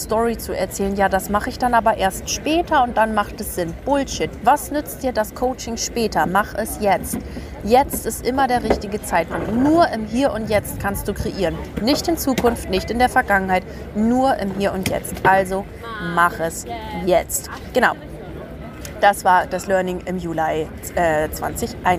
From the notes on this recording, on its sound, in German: Eine Folge aus Venedig. Die ich an meinem Geburtstag direkt am Meer in Venedig aufgenommen habe. Das Ganze habe ich Tiramisu essend und Cappuccino trinkend am Wasser für Euch aufgenommen. Diese herrliche Atmosphäre und Vibe kommt so in der Folge rüber.